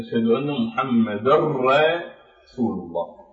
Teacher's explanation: فهذا الإدغام لا يوجد فيه غنة، فنقول أشهد أن محمد رسول الله، فنلغي التنوين نهائيا، لا غنة ولا تنوين، وندغم هذه النون الساكنة بالراء، نقلبها إلى راء فنشدد الراء فتكون الراء مشددة، أشهد أن محمد رسول الله، فبدل ما راء واحدة تصبح هذه الراء مع النون الساكنة راءين وبدون غنة